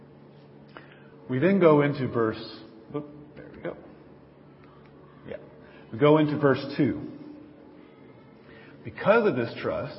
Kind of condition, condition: setting, large echoing room